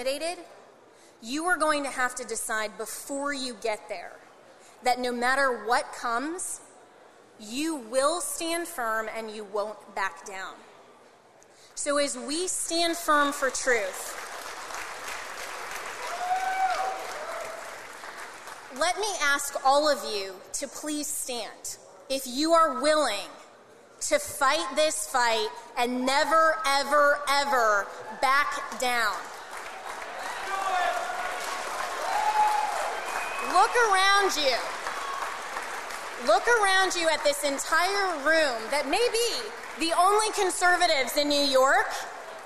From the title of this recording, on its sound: Keynote from the New York Young Republicans Club